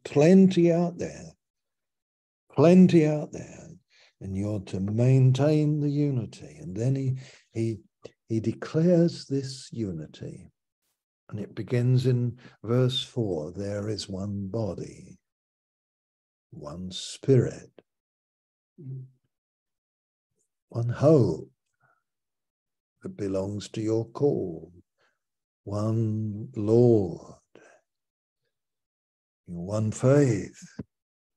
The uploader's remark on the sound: Malaysia Meets (Zoom).